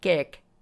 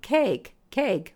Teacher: And the reason is when we say k, we tend to do a very different movement with our tongue in the back, whereas in Hindi and in some flavors of English, people lift their tongue in the middle and go k, k, instead of k in the back. So if you say the word kek, and I'm doing the Hindi thing with the lifting of the tongue, kek, versus if you drop your tongue, cake, cake, which is what I would say, it's harder to teach people that.